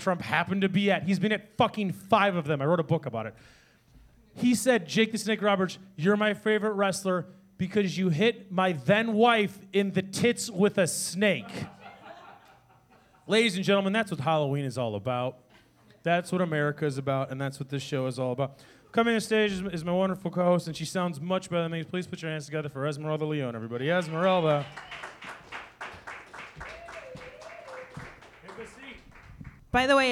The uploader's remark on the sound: Live at The Whistler